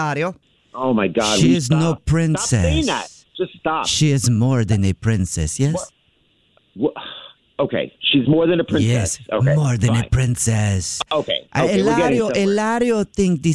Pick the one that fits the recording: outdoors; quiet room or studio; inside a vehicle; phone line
phone line